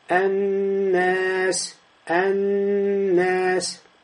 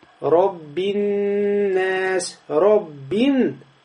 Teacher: Но здесь мы тянем. Когда нун удваивается, у нас появляется «гунна» – назализация.